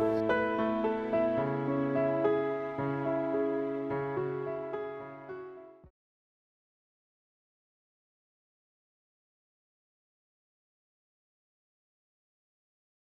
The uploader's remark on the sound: At the 45th National Conference of The Compassionate Friends in Houston Texas, 2022